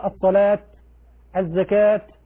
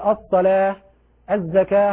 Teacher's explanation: حينما نقف على مثل الصلاة تبدل التاء هاء · Shown in: second take